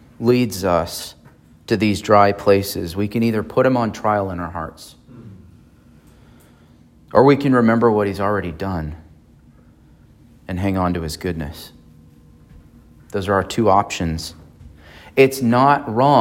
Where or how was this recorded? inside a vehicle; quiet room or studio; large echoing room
large echoing room